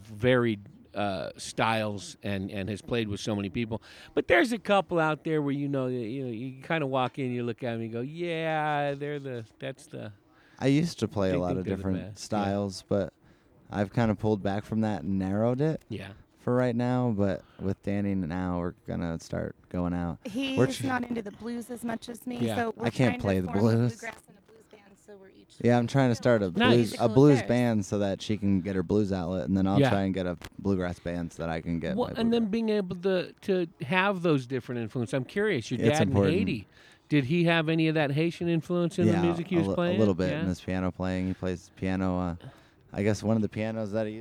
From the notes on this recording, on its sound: Recorded at Big Daddy E’s BBQ in Chino Valley. Recorded at Big Daddy E’s BBQ in Chino Valley.